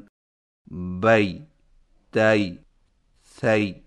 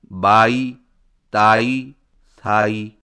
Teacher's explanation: یائے لین کو ادا کرتے وقت زبان کے بیچ کو تارو سے لگائیں اور اس کی آواز کئی، گئی اور مکئی جیسی ہوگی · Shown in: first take